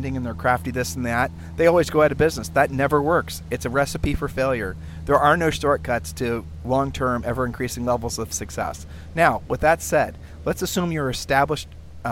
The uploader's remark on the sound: Sunday podcasts are recorded literally at the beach.